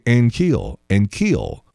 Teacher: The accent on the second syllable.